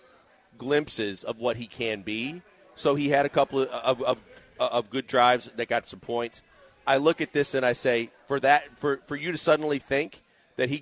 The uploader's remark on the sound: LIVE from East River 9 in East Downtown!